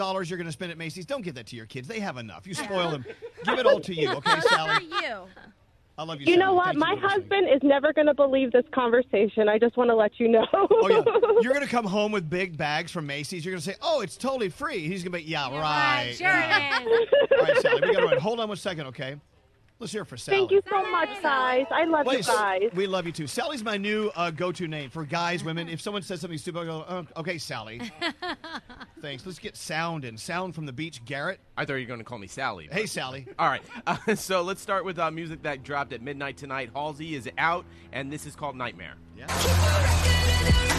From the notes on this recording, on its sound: We are LIVE from the iconic Caribe Hilton in San Juan, Puerto Rico.